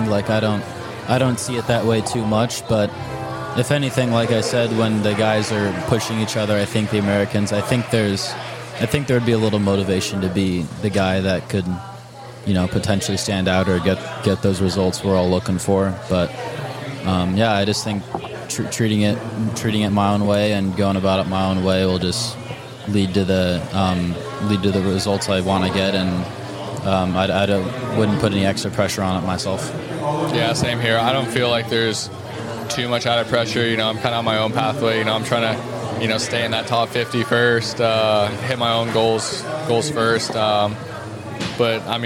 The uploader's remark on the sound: A three-day tennis event held in Waikiki, Hawaii. This interview was recorded in the lobby of the Outrigger Reef, which was the 2022 Official Resort & Hotel Partner of the Waikiki 株塾 Cup.